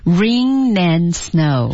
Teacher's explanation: 所以最后一个是什么呢 and 失去爆破啊 and snow d 失去爆破啊